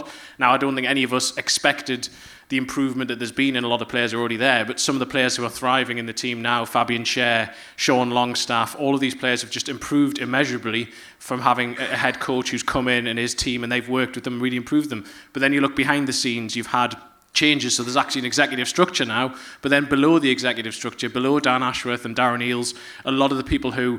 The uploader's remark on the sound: Live from the Gosforth Civic Theatre in the heart of *checks notes* Newcastle's most middle class suburb, it's our stage debut! Although a lot of saucy audience-only stuff has been removed (including the whole of part two, a live Q&A).